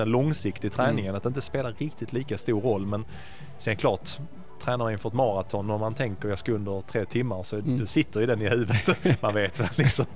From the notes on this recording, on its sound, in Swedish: Direkt från invigningen av nya KIA Center hos Hedin Bil i Helsingborg snackar vi lite om tävlingssäsongen som kommer och hugger två löpare på plats.